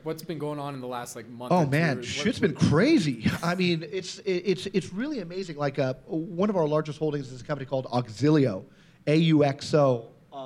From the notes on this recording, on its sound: the first-ever live Planet MicroCap Podcast that I recently hosted at the Planet Microcap Showcase 2017 in Las Vegas